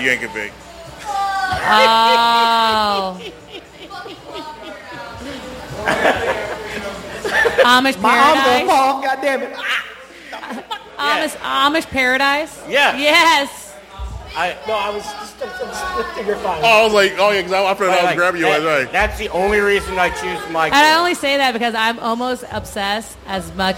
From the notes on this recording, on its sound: Chatting live from the breezy patio of Pepper's Bar & Grill on an unusual cool August night in South St. Louis. A new attendee of the live performance.